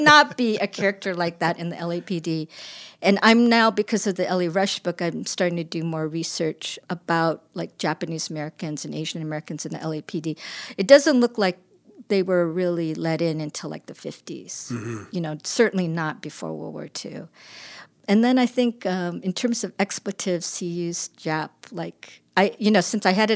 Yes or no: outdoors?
no